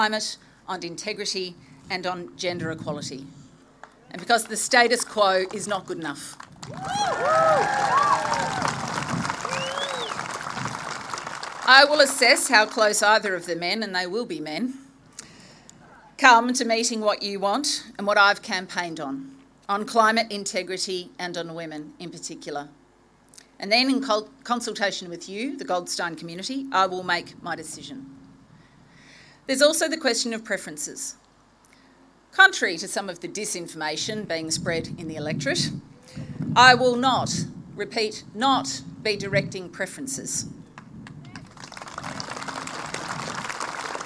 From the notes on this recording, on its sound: Live Campaign Launch Speech Recording. This recording took place on April 10th, 2022, with an audience of 1200 community members.